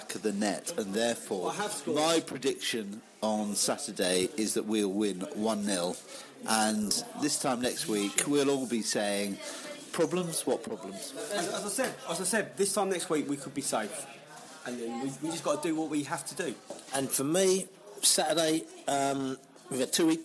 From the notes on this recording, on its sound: The Beesotted crew hooked up on the edge of QPR territory - at the Queens Head Pub in Brook Green, Hammersmith. In the pub. On the phone.